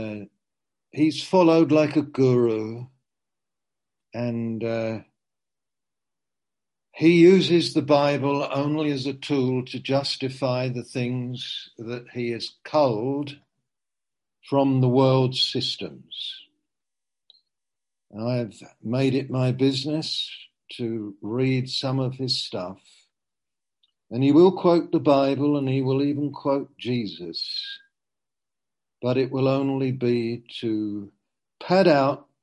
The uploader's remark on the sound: Q & A (Zoom). Teign Valley Sessions.